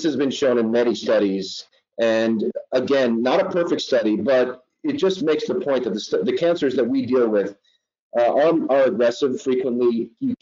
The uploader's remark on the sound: This episode is the audio from the recent AHPBA COVID-19 HPB Surgery Webinar